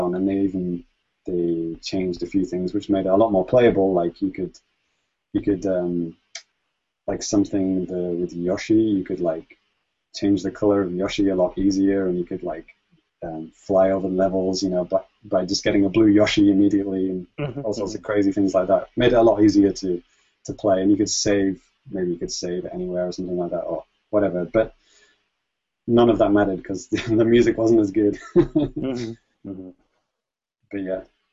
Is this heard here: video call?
yes